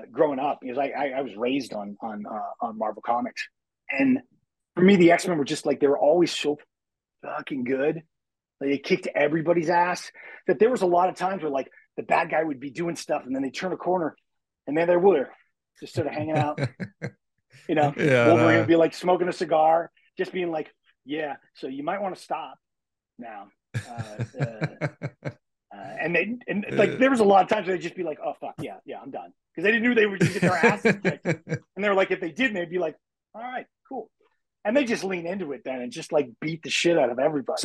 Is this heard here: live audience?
no